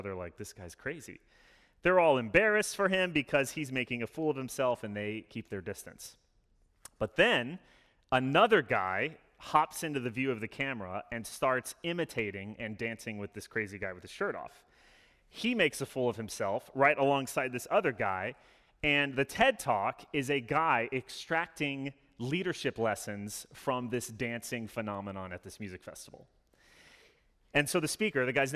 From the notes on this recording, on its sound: Sermon delivered Sunday, November 7, 2021 - All Saints Sunday.